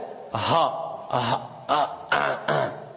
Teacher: Ça y est, là c'est le fond de la gorge. Donc le fond de la gorge, c'est là que va sortir le Ha